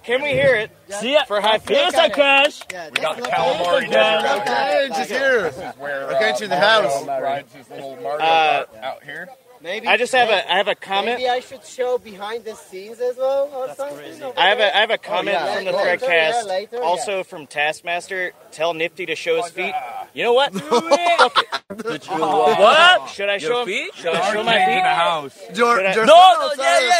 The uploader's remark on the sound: Live from HiveFest 2023 in Mexico